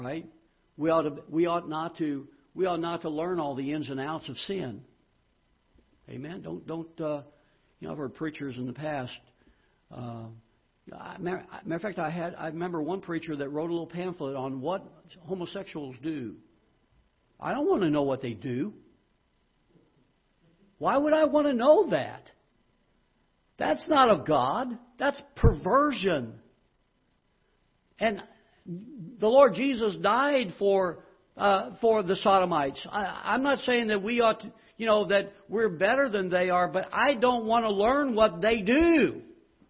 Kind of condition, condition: setting, large echoing room